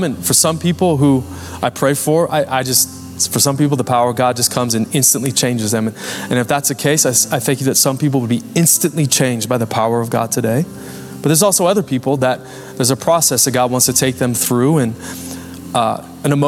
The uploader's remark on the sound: Recorded Live at Capital Church Meridian, Idaho.